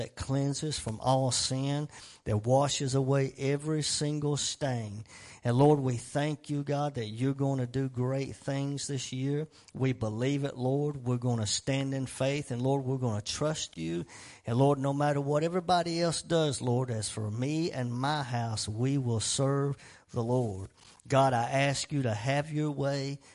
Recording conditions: large echoing room